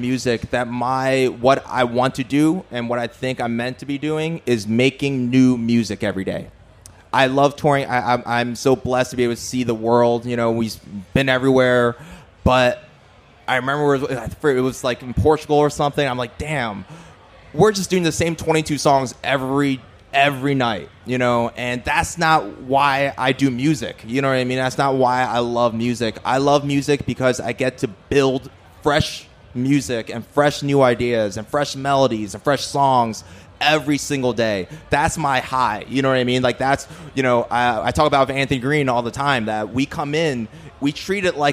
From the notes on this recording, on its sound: LIVE FROM OUTBREAK FEST 2022! We had these discussions in front of a live studio audience.